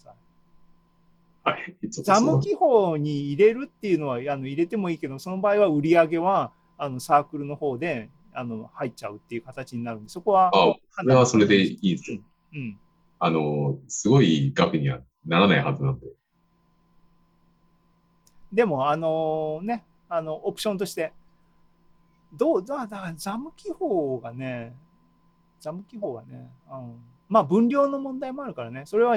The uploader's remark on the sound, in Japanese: ZOOMライブの模様です